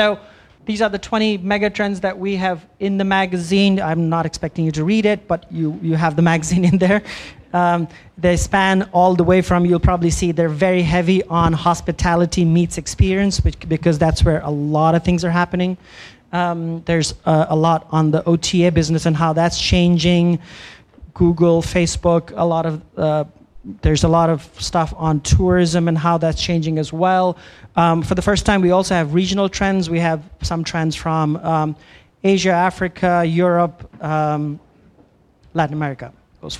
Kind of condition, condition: setting, live audience